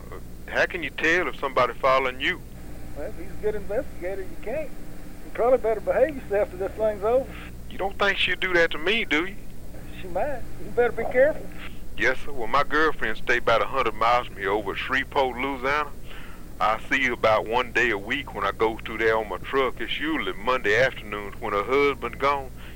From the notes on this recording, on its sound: Phone Pranks!